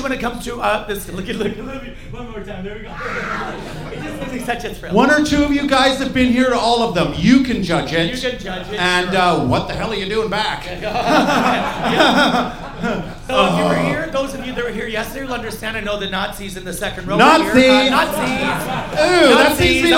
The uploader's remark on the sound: Our most European audience yet (there’s loads of Dutch people in!).